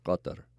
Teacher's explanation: So the reason for that is that in the name of that country, there are two letters that we don't have in English. So the Q represents a Q that is in the back of the throat that is, a K sound that's in the back of the throat. And the T is also a T, but it's at the back of the throat, so it's Qatar.